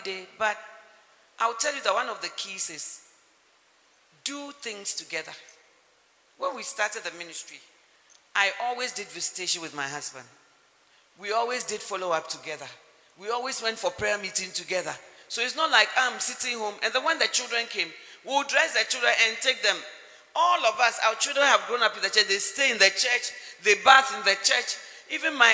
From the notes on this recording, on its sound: Model Marriage Conference 2021. Message preached at The Healing Jesus Mission International, HQ, Spintex on 14th February, 2021.